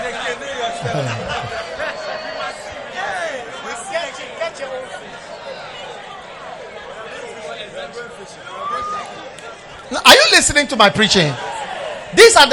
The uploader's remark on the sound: Preached at the Prophetic Encounter Service.